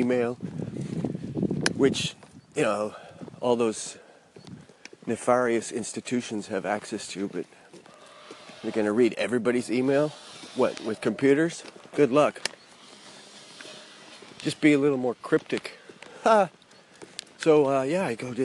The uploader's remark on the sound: He first was recorded Friday afternoon just before sunset. Second segment I recorded this morning while walking my dog.